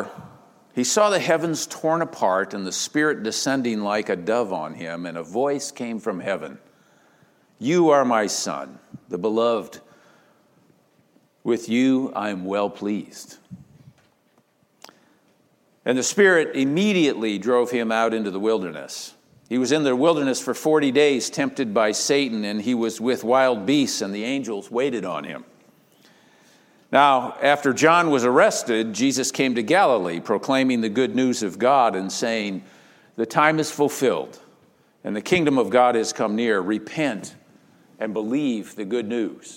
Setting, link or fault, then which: setting, large echoing room